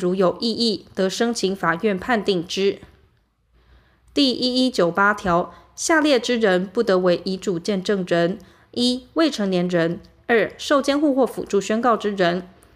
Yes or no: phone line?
no